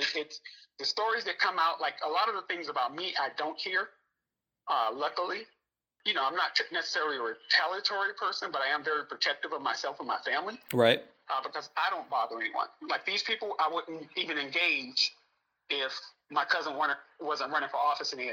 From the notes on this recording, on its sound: We discussed the situation in Fort Meade on the phone. I recorded the call and feature it in this episode of the podcast.